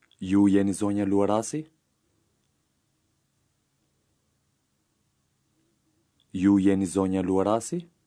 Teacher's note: Notice the rising intonation at the end.